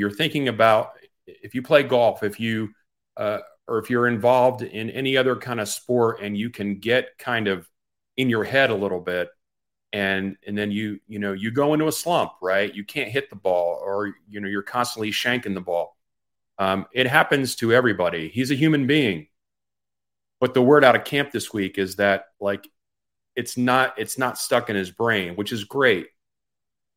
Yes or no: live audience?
no